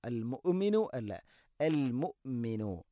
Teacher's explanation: ഹംസയുടെ ഉച്ചാരണം കൃത്യമാക്കണം, തൊണ്ടയുടെ താഴെ ഭാഗമാണ്, എന്നാൽ ഖൽഖല വരാനും പാടില്ല